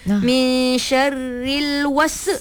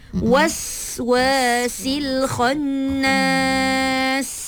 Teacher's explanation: Bunyikan sofir pada sin · Shown in: second take